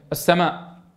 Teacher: نعم سمعنا صوت الألف، السماء سمعنا صوت الألف، لكن المد الفرعي السماء طولنا الصوت زيادة عن الطبيعي